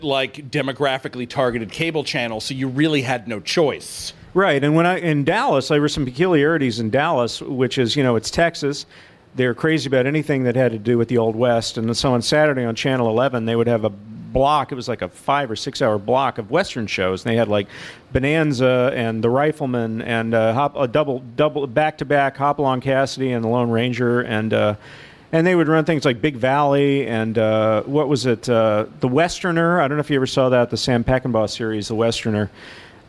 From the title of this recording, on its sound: Live at the Strand